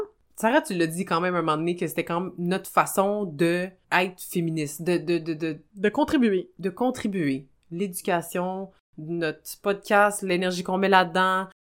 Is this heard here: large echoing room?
no